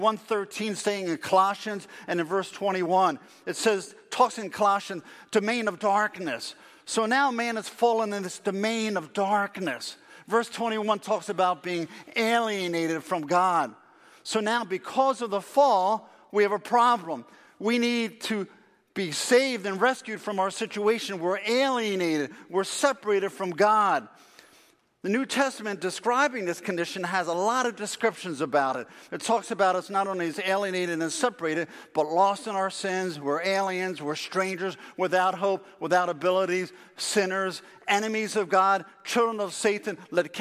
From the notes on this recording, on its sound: Faith Baptist Church in Hamilton, NJ.